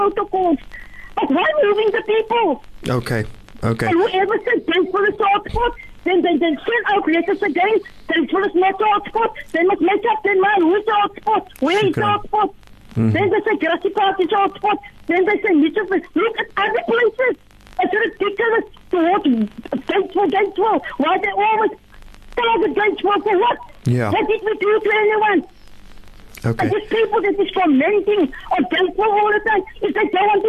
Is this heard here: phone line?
yes